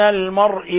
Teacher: ونلاحظ كيف فخمنا الراء، المرء، المرء، لأن الراء جاءت مفتوحة